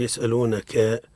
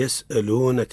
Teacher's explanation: في لفظ يسألونك لا نقول يسألونك، وإنما نقول يسألونك من غير مد في الكاف · Shown in: second take